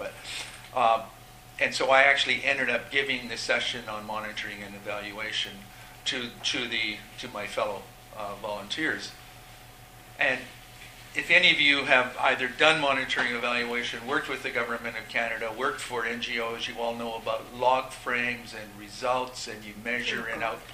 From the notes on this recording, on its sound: This podcast was recorded during CUSO-VSO's 50th Anniversary Kick-off celebrations in Victoria, B.